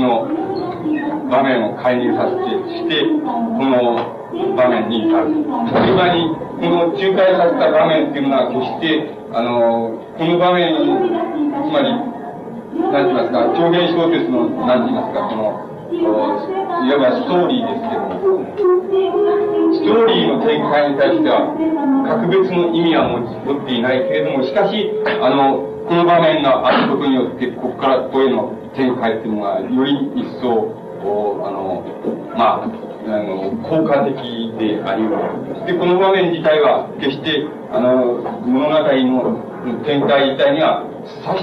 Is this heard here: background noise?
yes